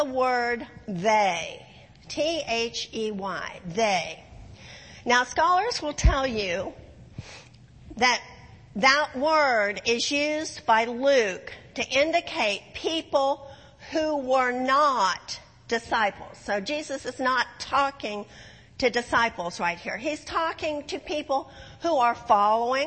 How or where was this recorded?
large echoing room